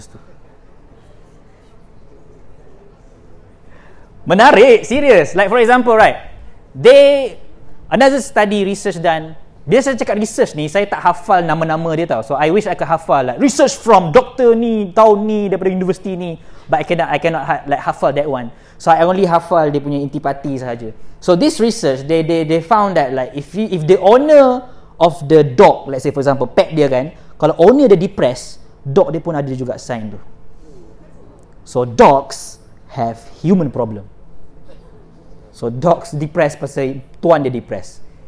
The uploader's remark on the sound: This is the recording from my second session of the mental health awareness seminar I did at USM-KLE IMP, India.